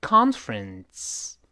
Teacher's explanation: 面不要读成 conference，f 后面的字母 e 是不发音的，所以直接是 conference，不是 conference，是 conference，conference。另外这个 ren 是个前鼻音结束，受到前鼻音的影响，后面的 s 就会音变成类似于 t，类似 ts 一样这个 s 的声音